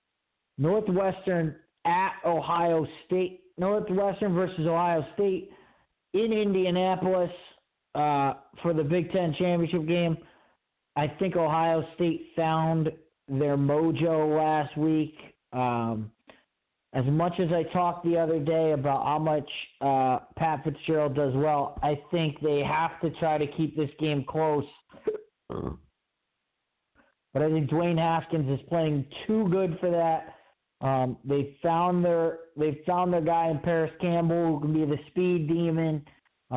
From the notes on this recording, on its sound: your phone calls and comments